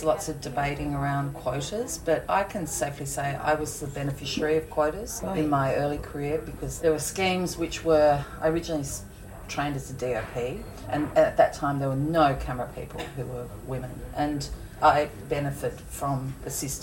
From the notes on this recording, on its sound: Live from Cannes! From the red carpet to the film market, behind the scenes at the festival. A taste of the French Riviera live from the Festival de Cannes, catching some friends of Girls On Film out and about at the festival.